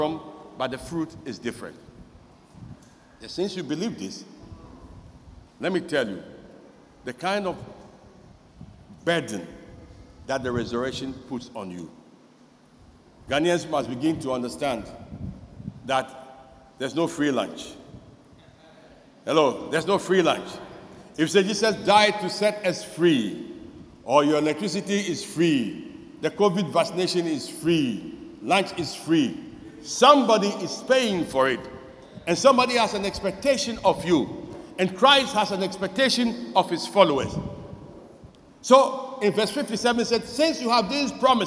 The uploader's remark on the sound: Sermon preached at CBC Shiashie Campus